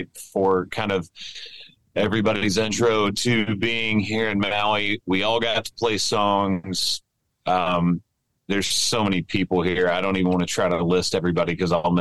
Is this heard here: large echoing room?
no